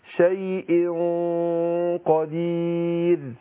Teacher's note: انا اقول لما يجي بعد حرف بعد النون الساكنه او التنوين حرف من هو من حروف الاخفاء وفي نفس الوقت حرف مستعلي حرف مفخم، يبقى بفخم الغنه نفسها